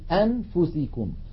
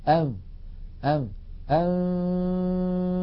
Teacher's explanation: لا لا أنا أتكلم لو أظهرنا النون عند الفاء نقول أنفسكم، ولكن عندما نخفي النون عند الفاء لا نفعل هذا، لا نقول أنفسكم وإنما نذهب من مخرج الهمزة من قولنا آ إلى تهيئة الفم مباشرة إلى مخرج الفاء، فنقول أم أم أم. إذن الفم مهيئ على مخرج الفاء وينطق القارئ من أنفه غنة فقط · Shown in: second take · Term: الإخفاء